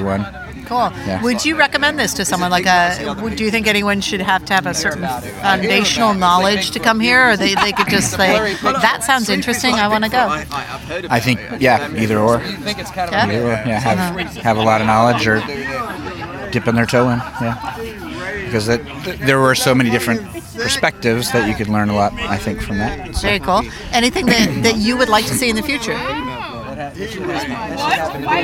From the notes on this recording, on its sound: Went into the crowd at the San Diego Pain Summit on the last day to get the attendee's views on the Pain Summit this year.